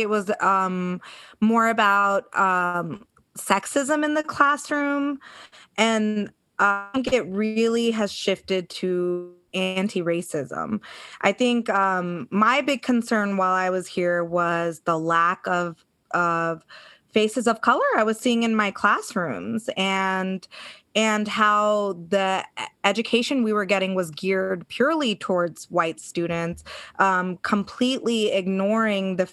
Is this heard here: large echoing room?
no